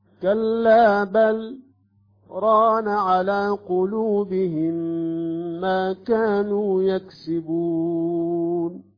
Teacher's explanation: كلا بل سكتة مقدار حركتين ثم ران على قلوبهم